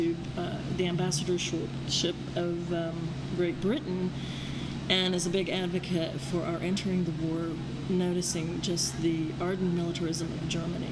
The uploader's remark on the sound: The Starlight Room recorded from inside Gibb's Hundred Brewing on State Street.